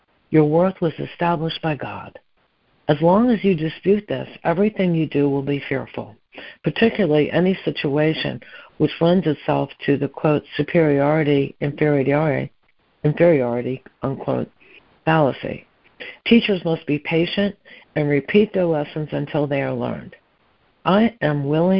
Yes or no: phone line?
yes